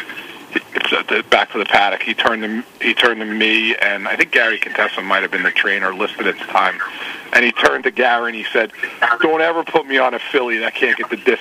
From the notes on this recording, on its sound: Going in Circles LIVE call-in show. We took callers and discussed various issues that listeners were concerned about.